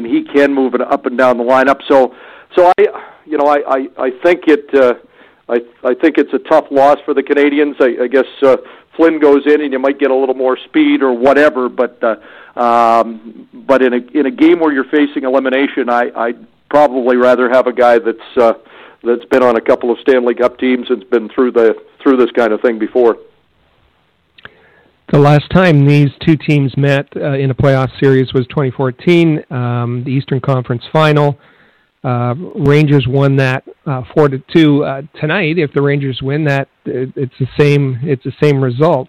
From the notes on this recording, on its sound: we take your phone calls